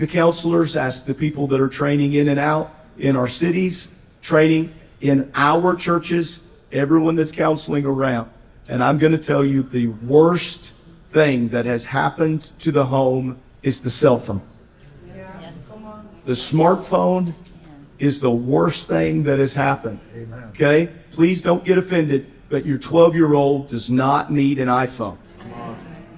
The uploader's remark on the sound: we join a seminar hosted at General Conference